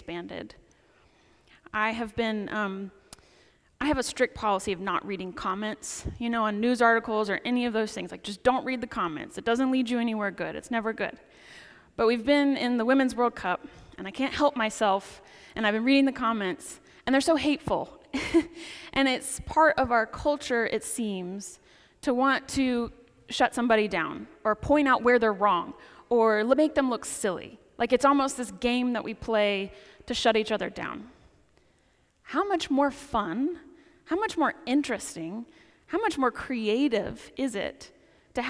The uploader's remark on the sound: Preaches at the 10 am service on the Twelfth Sunday after Pentecost at St. Paul's Episcopal Church in Winston-Salem, NC.